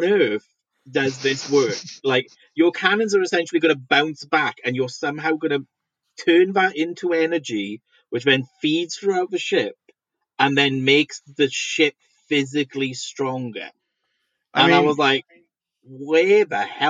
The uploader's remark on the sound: This episode was recorded remotely in February 2021.